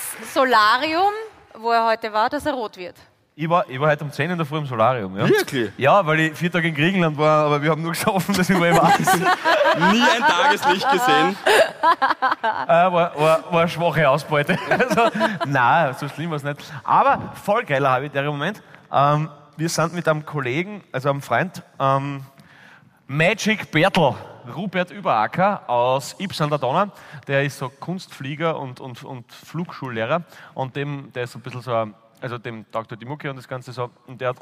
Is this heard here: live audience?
yes